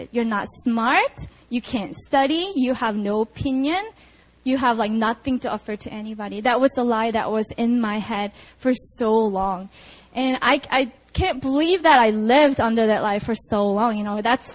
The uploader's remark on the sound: Sunday Service (Itaewon Campus 4pm)